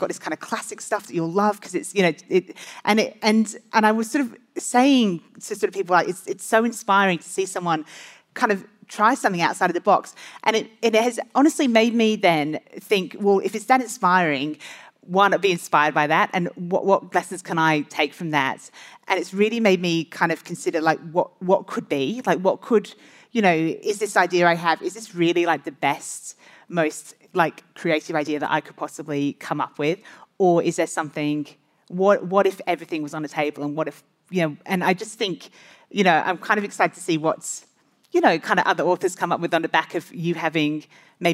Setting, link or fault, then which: setting, live audience